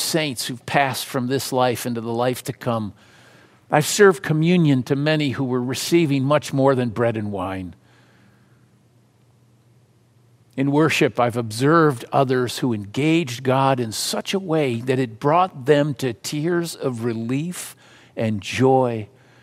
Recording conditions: large echoing room